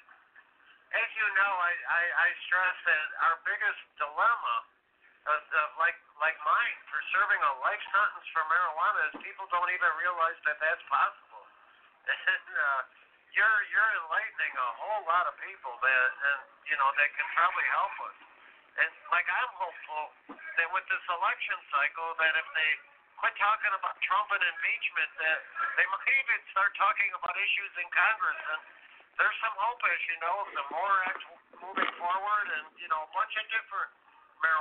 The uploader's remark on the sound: Call in from FCI Terre Huate. Call in from the county jail in Michigan. On Coffee Party USA Radio.